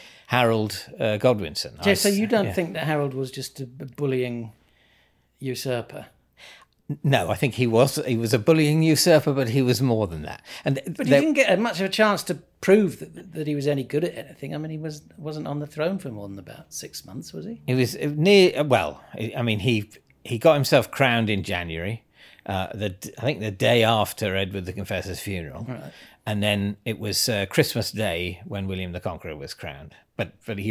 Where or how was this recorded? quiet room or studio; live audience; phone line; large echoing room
quiet room or studio